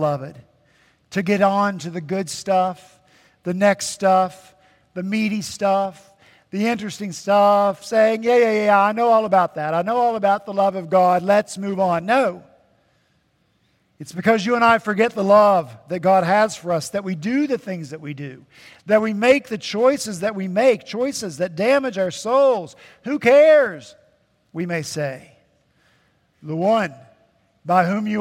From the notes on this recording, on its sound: At Redeemer Presbyterian Church in Charleston, SC, our senior pastor.